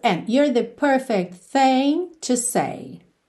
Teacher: Aqui o and ficou bem curtinho no começo